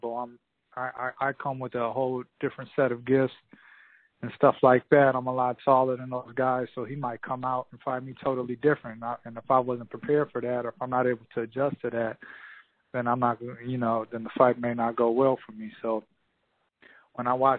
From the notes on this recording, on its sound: Conference call. Many thanks to Swanson Communications and the PBC for graciously providing this audio.